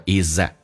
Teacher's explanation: it's 跟 that 可以有一个击穿 th 不发音叫 is that, z 跟 a 形成个连音 is that you can't accomplish, can't